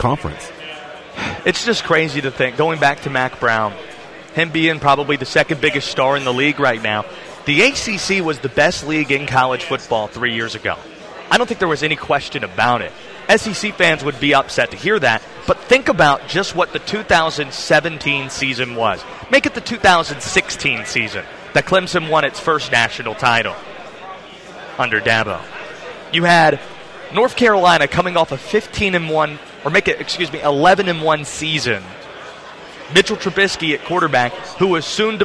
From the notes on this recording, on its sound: Day 2 of ACC Kickoff live from Charlotte.